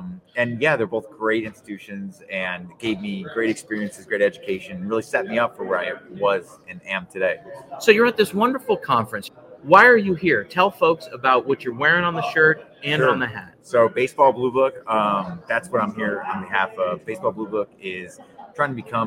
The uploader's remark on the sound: we set up shop on podcast row at the 80th annual American Baseball Coaches Association Conference in Dallas